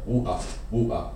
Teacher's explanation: a glottal stop is what you have in the Cockney rendition of the word water